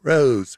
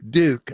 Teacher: there's a vowel of a word like rose, all right? And in the South, it's more like rose, fronted